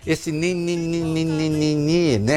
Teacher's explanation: Essa consoante nasal alveolar sonora. Que traduz a negação.